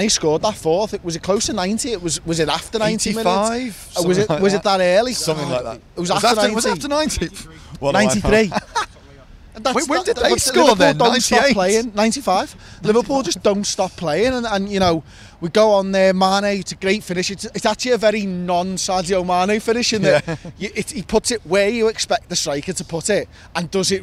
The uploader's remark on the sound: The lads are outside Anfield with their immediate thoughts